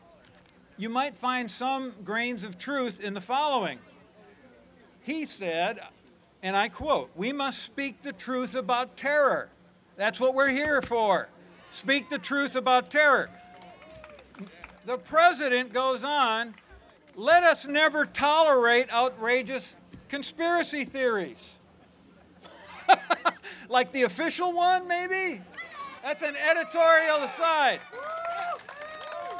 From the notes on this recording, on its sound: Part One of a recording of speakers at the historic Emergency Truth Convergence event in Layfayette Park across the street from the White House.